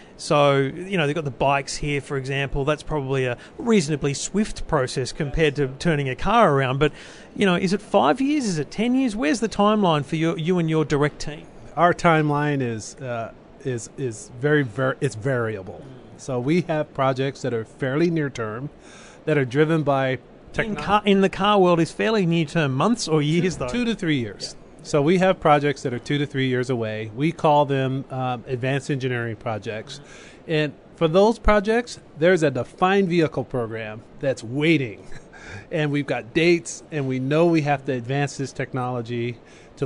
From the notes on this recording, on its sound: Live in Barcelona for Mobile World Congress 2015